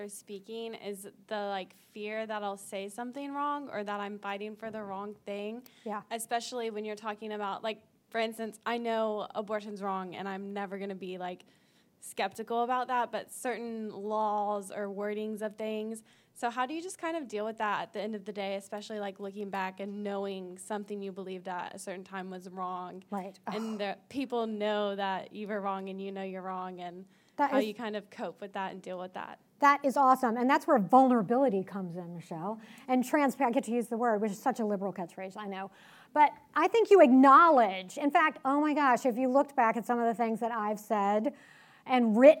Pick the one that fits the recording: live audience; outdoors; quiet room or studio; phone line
live audience